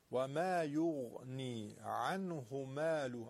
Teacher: و ما یغنی، یغ حرف غین درشته، و ما یغنی عنه ماله، عنه نمیگیم عنه، های ضمیر رو نمیکشیم، کوتاه میگیم چرا که قبلش ساکنه